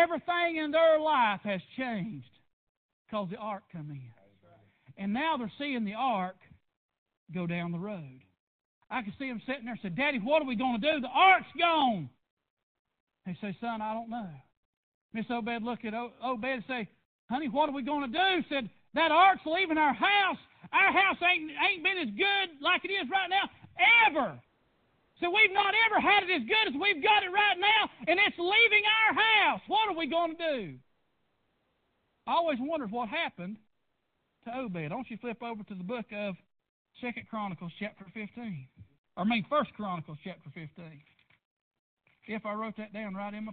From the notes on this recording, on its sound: PREACHED AT PRAYER BAPTIST CHURCH.